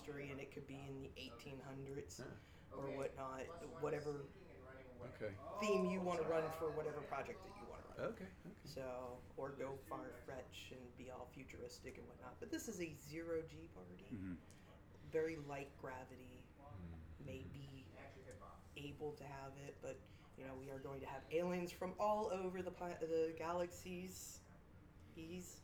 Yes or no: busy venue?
yes